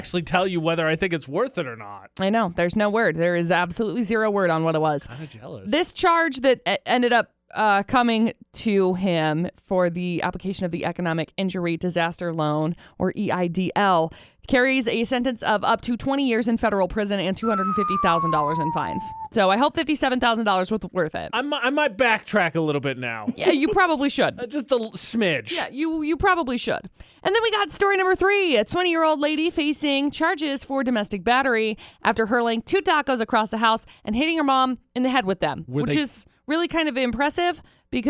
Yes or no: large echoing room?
no